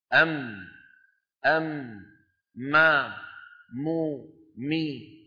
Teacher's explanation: بانطباق الشفتين ويصاحب ذلك غنة من الخيشوم · Term: الميم